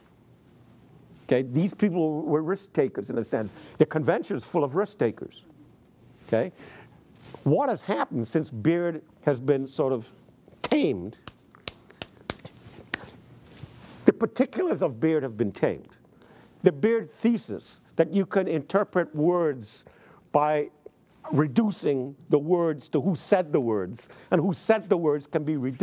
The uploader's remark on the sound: in front of a teacher audience